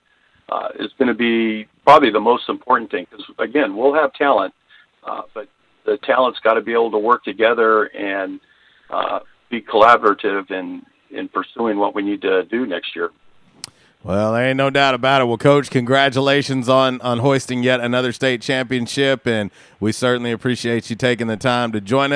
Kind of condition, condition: link, phone line